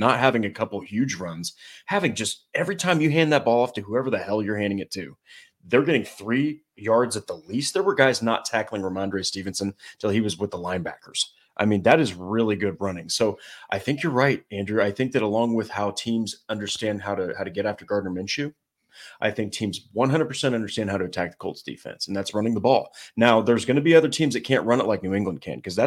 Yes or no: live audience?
no